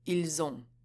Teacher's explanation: while the S in il is generally silent, when it comes before a vowel, it will be pronounced as a Z. · Term: La liaison